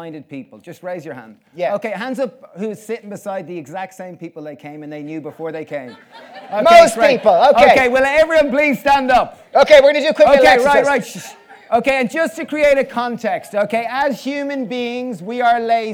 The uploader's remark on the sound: This talk was recorded on the Vevolution stage at Vevolution Festival 2019.